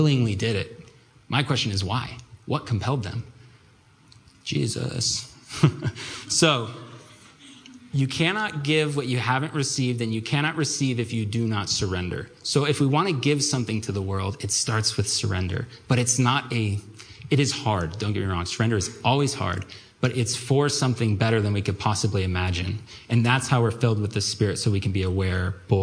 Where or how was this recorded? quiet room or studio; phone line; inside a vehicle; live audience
live audience